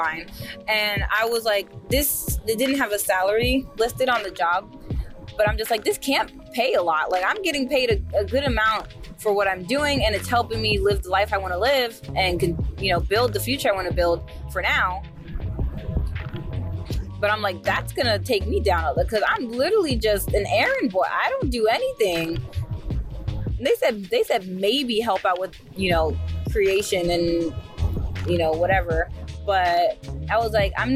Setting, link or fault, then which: setting, inside a vehicle